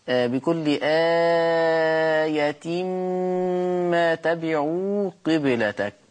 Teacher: فخلي بالك من غنة الميم زمن الغنة الحركتين